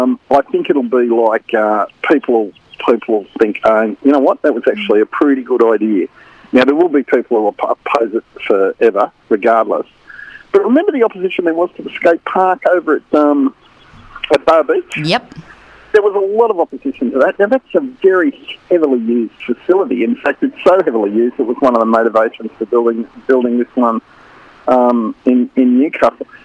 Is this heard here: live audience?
no